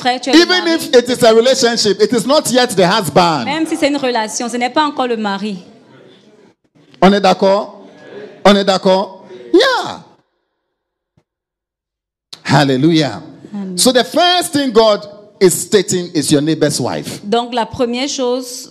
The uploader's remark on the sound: Preached during Joyful Hour Sunday Service